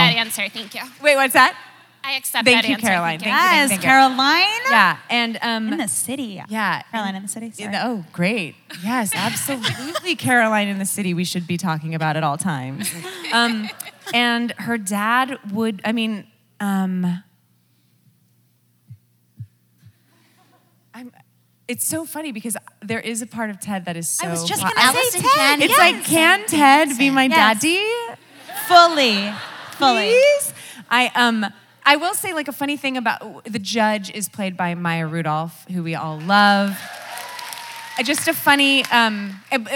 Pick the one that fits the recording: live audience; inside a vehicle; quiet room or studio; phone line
live audience